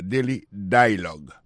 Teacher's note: accent tombé sous premier syllabe là